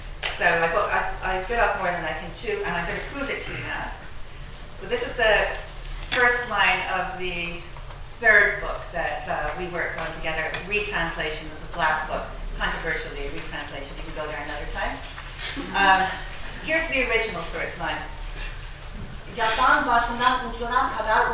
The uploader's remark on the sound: at the Worlds Literature Festival Salon